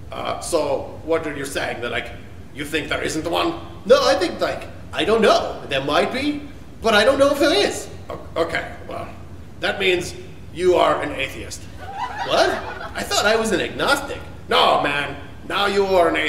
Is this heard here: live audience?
yes